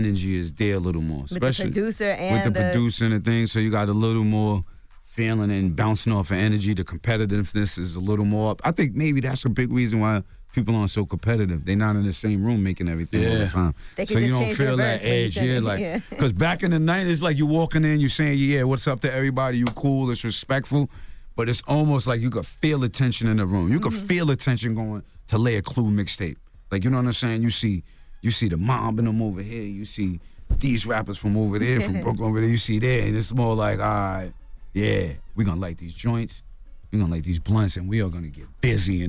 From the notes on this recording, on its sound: We opened up the phone lines to see how our listeners interpreted the video.